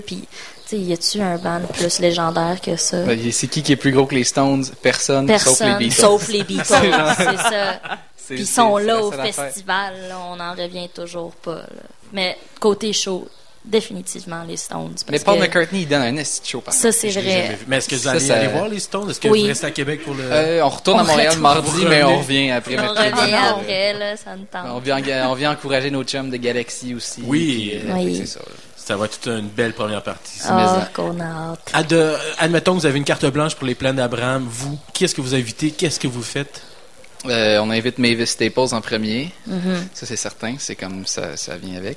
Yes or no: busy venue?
yes